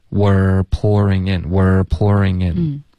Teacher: Were 的这个持续稍微长一点，然后卷舌。你刚刚发的是我 OK,这个太钝了。Were pouring in.